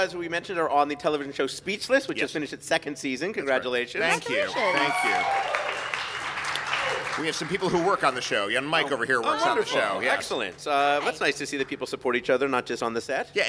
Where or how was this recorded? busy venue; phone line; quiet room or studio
busy venue